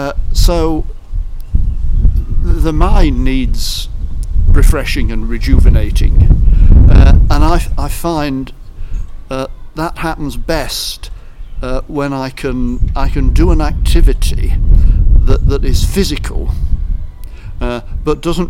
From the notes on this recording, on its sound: Sorry for the noisy wind on the recording.